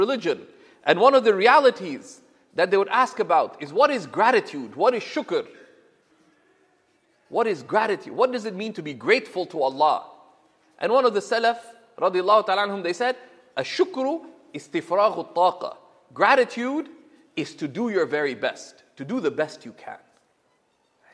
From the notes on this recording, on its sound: This Friday sermon was delivered in September of 2017 at the University of Toronto.